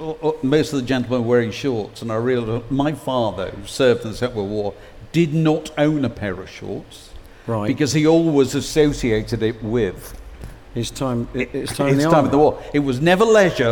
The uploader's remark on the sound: Recorded at We Have Ways Fest 2023